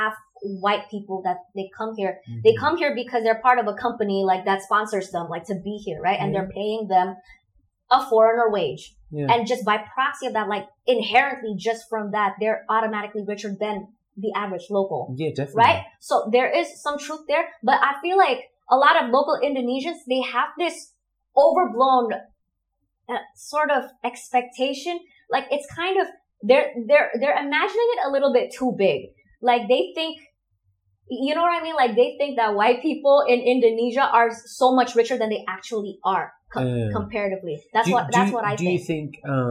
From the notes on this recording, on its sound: The audio and camera tech issues we experienced in this episode, unfortunately our studio microphones were not working at that time, and we also had a faulty camera.